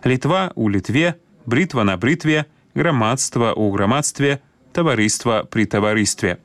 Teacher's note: гук «т» не змяняецца на мяккі ў формах назоўнікаў, якія закончваюцца на «тва» і «тво»